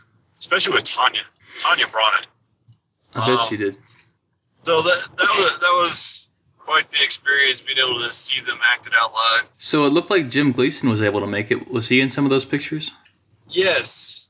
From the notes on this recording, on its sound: We ran into some technical snags trying to get good audio on this check-in since they were on the run